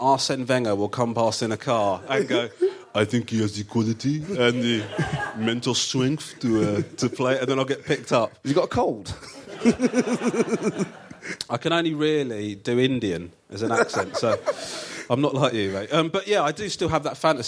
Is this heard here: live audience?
yes